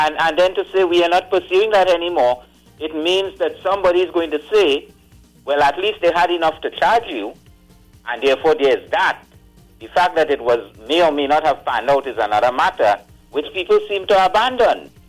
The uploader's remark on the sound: During this hour we take calls from our audience